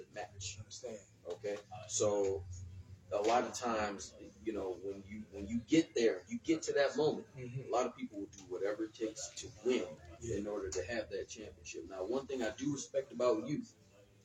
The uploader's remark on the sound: The WHIP Show Podcast was at the Missile Dropkick Wrestling Association Press Conference in Garden City Michigan